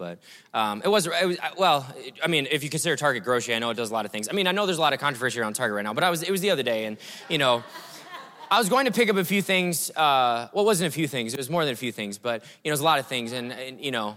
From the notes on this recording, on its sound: breakout session a few months ago at River Valley Conference 2023